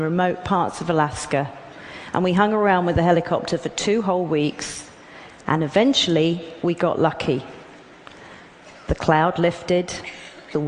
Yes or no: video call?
no